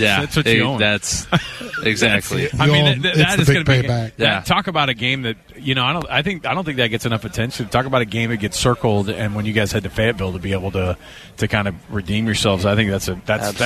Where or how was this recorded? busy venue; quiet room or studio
busy venue